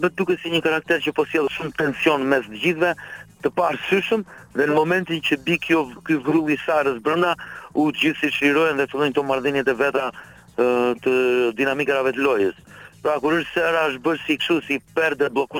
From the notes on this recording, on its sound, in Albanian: ishte i ftuar nëpërmjet një lidhjeje telefonike